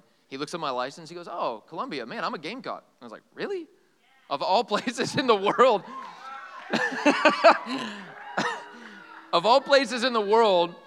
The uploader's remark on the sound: This sermon is from our EPIC retreat